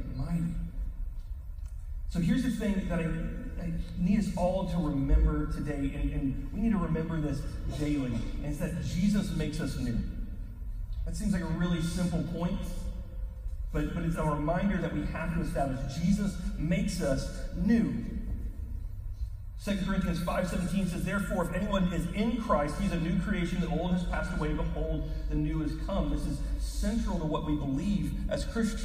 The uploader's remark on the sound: We apologize for the poor quality of the audio. We had an issue with our recording this week.